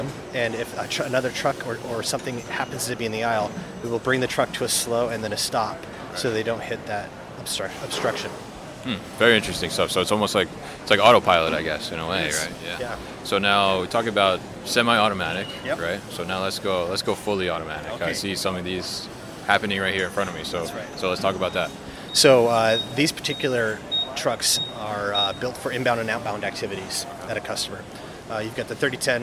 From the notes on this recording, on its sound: at The Raymond Corporation's MODEX 2020 booth